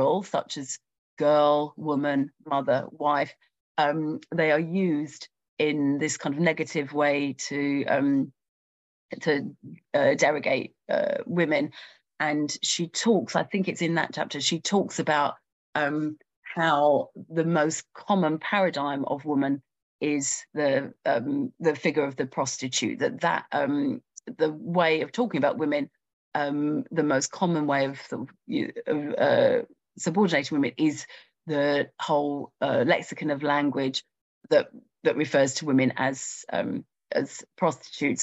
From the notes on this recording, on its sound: A live webinar